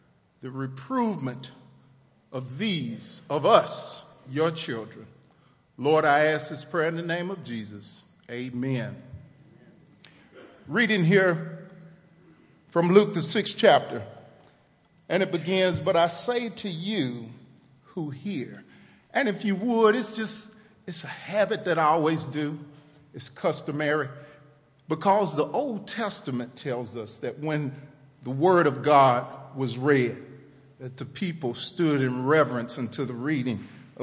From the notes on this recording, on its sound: TR campus. Recorded live on 11/18/18 at The Fellowship at Two Rivers.